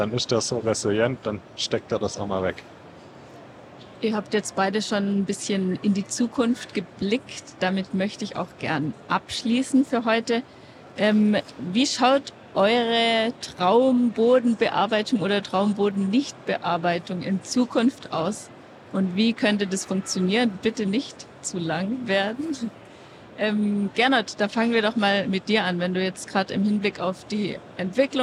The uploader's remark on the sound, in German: aufgenommen live von der Agritechnica